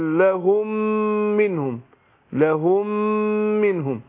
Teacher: هطغم ميم لهم في ميم منهم ادغام مثلين صغير، يعني هطغم الميم الاولى في الميم الثانية فاقول خيرا لهم منهم، لهم منهم، ولذلك ان بيعري لك الميم الاولانية عن الشكل حتى ما حطلكش عليها علامة الايه السكون، وبيشدد مشدد الميم الايه الثانية علامة على ان الميم الاولى ادغمت في الميم الايه في الميم الثانية.